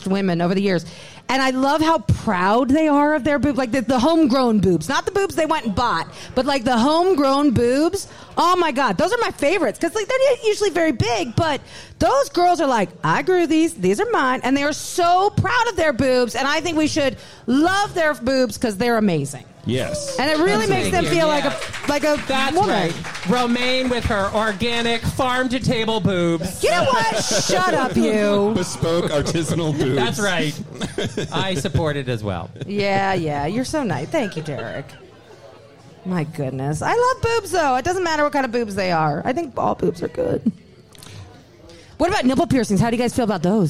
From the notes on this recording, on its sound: Live in Seattle. In our joint Seattle live show. Live during Seattle Pride.